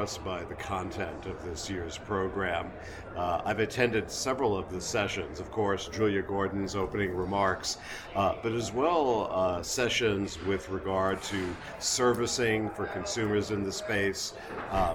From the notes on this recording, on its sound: We feature interviews with several attendees of the NRMLA Annual Meeting and Expo recorded on-site during the event.